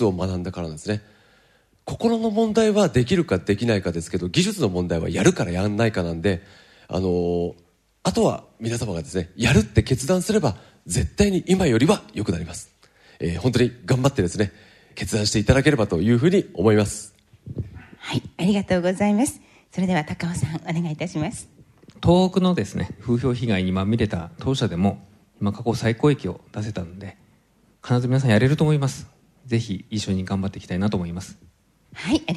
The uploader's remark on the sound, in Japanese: 公開録音スペシャル後編。